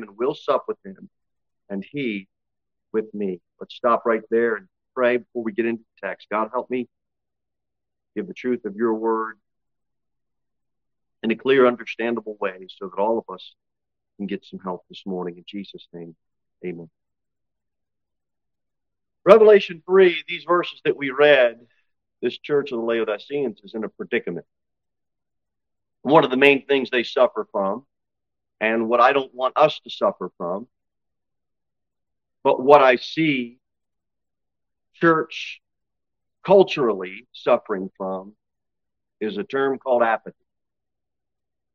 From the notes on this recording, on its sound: Sermon delivered at Pilgrim Baptist Church. Pilgrim Baptist Church, located at 229 W. Jere Whitson Rd. Cookeville, TN 38501.